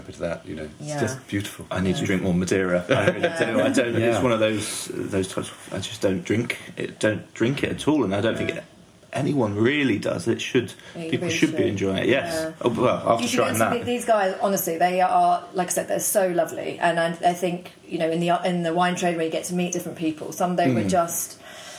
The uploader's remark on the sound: Recorded during the 2018 Padstow Christmas Festival